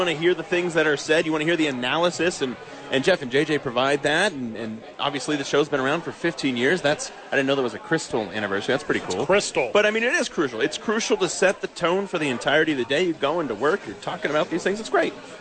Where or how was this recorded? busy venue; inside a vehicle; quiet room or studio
busy venue